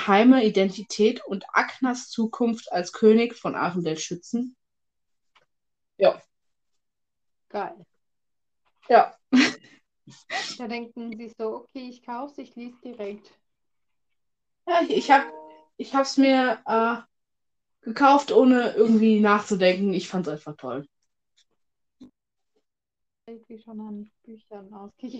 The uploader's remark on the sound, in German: Wir möchten uns für die Ton- Qualität entschuldigen. Durch permanente Verbindungsschwierigkeiten hat der Ton sehr gelitten.